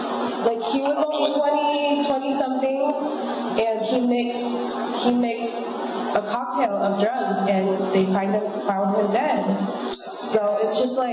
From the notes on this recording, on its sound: I know the sound is shit, I'm still figuring things out